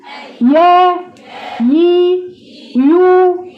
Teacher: اما الياء المتحركة بتخرج منين؟ من وسط اللسان